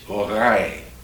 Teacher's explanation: you have the vibration of the vocal cords, and so it's called the voiced velar fricative